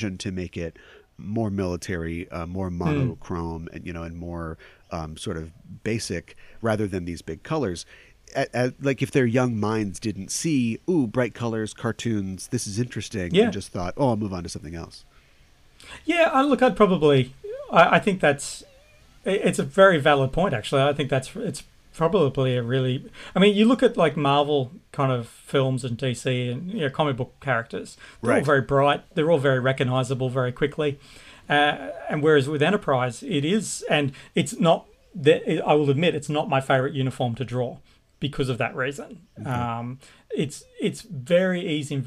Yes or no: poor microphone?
no